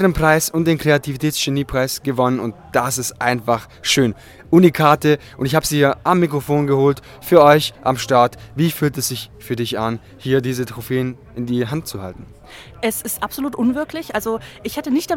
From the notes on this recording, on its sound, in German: Podfluencer Festival 2023: Interviews, Award-Verleihung und Eindrücke live vor Ort! (Live-Interview in der Episode).